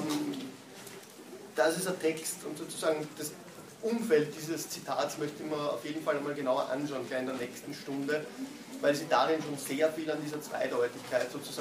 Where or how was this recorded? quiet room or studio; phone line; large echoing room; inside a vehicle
large echoing room